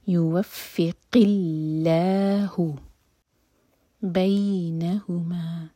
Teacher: اللہ تعالیٰ کے نام میں جو لام ہے اس کو لائٹ پڑھا جائے گا، منہ بھر کر نہیں پڑھیں گے، لائٹ پڑھیں گے.